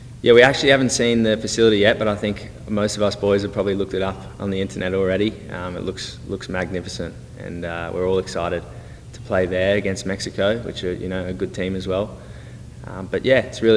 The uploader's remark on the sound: spoke to the media during his press conference in Dallas